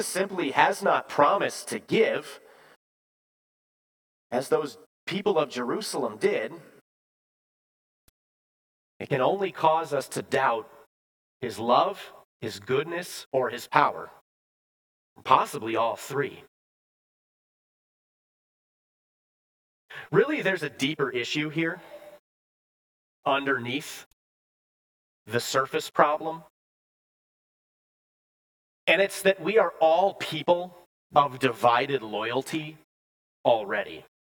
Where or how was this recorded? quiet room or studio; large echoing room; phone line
large echoing room